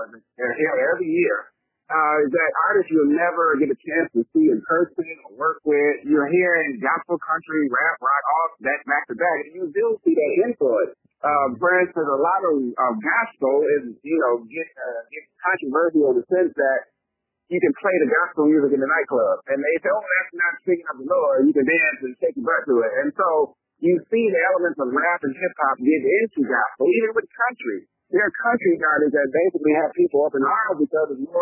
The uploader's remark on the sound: Recorded over the phone.